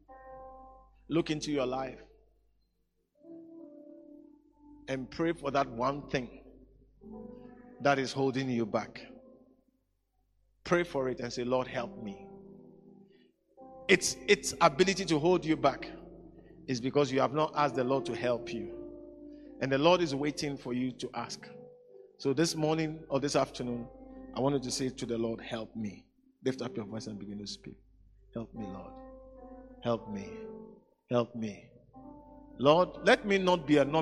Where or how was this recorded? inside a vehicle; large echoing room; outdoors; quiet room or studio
large echoing room